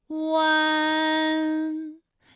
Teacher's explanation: 好，大家一起来跟我来发下面这组词：艰险、艰险、简便、简便、连篇、连篇。好，我们继续再来发乌安。乌安的发音的时候呢，是从圆唇的后高元音乌开始。口型迅速的由合口变为开口状，舌位向前迅速滑降到不圆唇的前低元音啊的位置呢，就开始升高，发啊后软腭下降，逐渐将鼻音色彩增强，舌尖迅速移到上齿龈部，最后抵住上齿龈，发出鼻音呢的状态。看啊，大家感受一下从合口改为开口状的状态，弯，是不是先从合口，然后最后变成了一个开口的状，然后最后尾音的时候呢，是要到达一个鼻腔，发出一个鼻音呢的状态，弯，哎，它就发完整了。好，大家依然跟我来读一组词啊，贯穿，贯穿，软断，软断。酸软，酸软。好，我们继续再来发吁安的音。发音的时候呢，由圆唇的后高元音吁开始，向前低元音啊的方向滑降，舌位只降到前半低元音 i 略后的位置就开始升高，发 i 之后呢，软腭下降，逐渐增强鼻音色彩，舌尖迅速移至